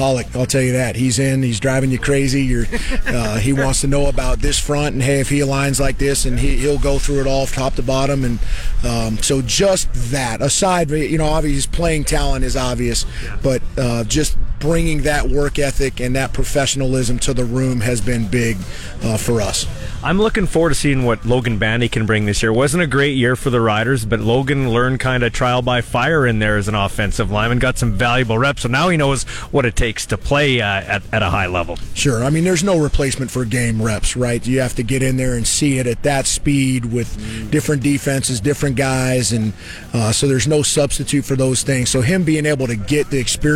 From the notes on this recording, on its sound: LIVE in Moose Jaw at the International Para Hockey Championship